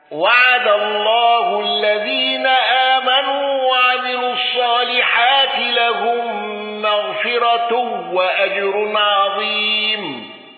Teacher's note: الأزرق بترقيق الراء وقصر البدل وثلاثة العارض